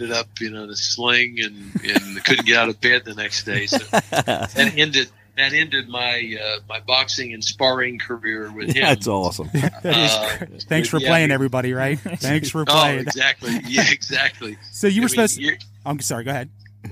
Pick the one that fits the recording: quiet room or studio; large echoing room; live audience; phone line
phone line